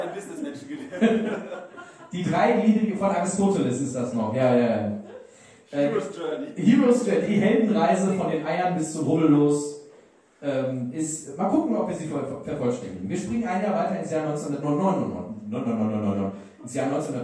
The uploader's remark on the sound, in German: Live in Lüdenscheid Teil 2